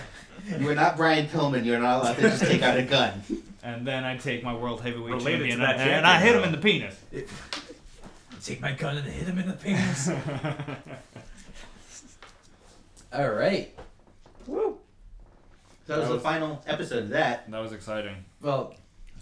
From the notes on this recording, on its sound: Sorry about the echos in this episode hopefully we can get it mitigated by next week.